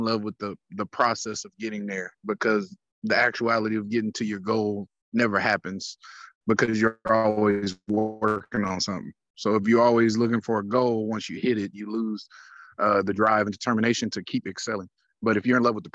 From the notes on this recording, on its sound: zoom recording